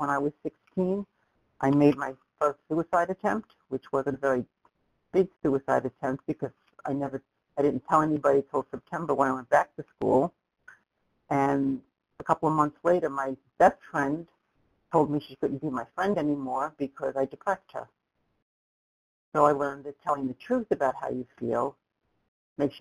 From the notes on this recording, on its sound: From the 100 Pounders Phone Meeting, date unknown.